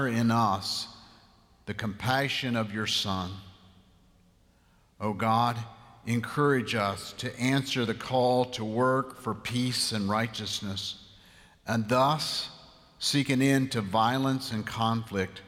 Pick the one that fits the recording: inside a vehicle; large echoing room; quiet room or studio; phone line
large echoing room